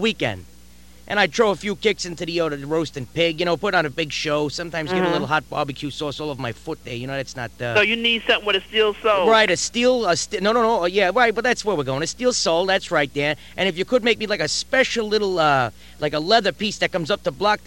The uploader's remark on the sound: Prank Phone Calls.